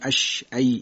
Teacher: در شین و یا کامل نمیچسبه و مماس میشه